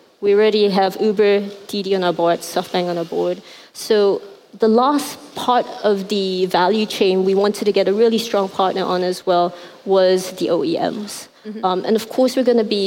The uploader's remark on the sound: at the 2018 Rise conference in Hong Kong